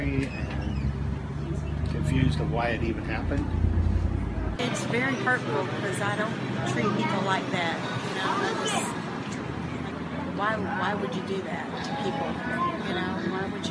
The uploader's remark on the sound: (Audio from a video sermon). Interview people on the streets of Clovis.